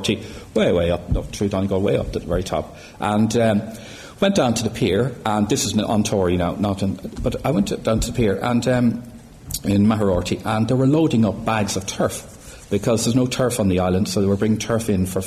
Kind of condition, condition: setting, live audience